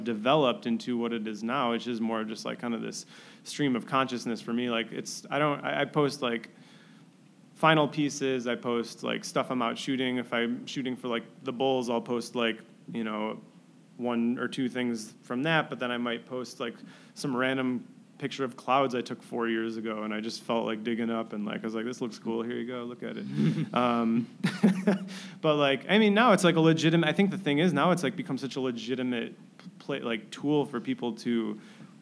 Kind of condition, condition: setting, live audience